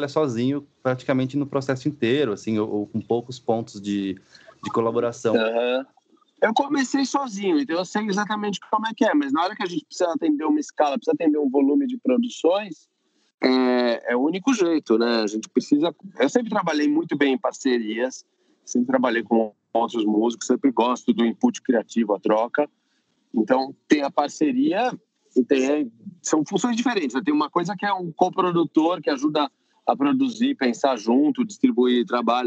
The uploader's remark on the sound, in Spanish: Entrevista realizada por Skype